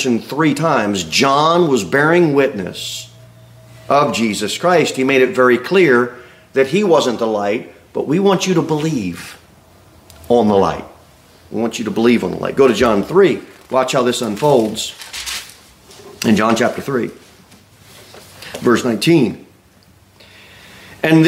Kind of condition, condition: setting, large echoing room